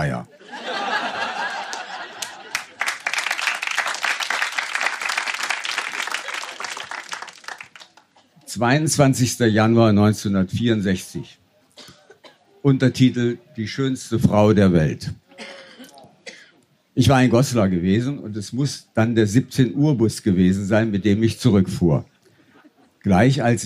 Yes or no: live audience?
yes